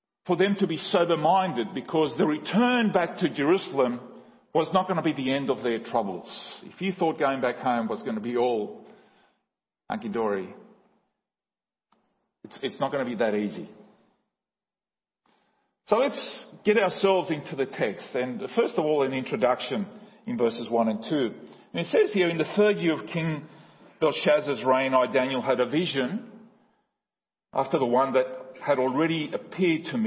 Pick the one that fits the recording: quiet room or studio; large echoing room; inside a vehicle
large echoing room